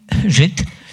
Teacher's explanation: kiedy mam wymówić słowo Żyd, to jest małe zwarcie krtaniowe, przedtem Żyd i lekka, minimalna, coraz krótsza, mam nadzieję, pauza.